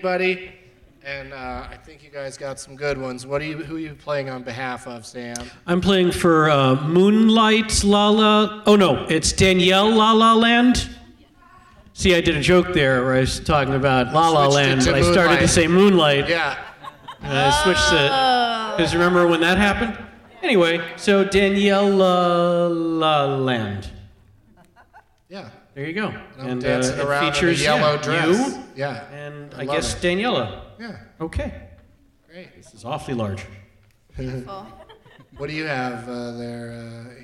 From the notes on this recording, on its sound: Live from the Egyptian Theatre Hollywood as part of Maltinfest